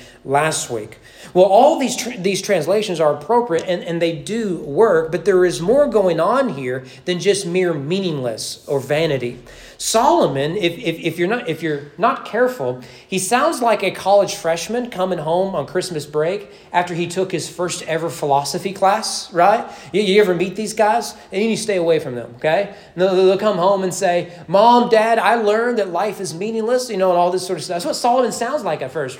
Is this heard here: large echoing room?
yes